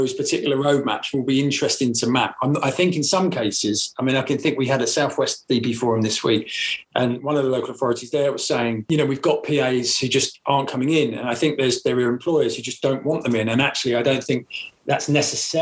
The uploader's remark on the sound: We join a live webinar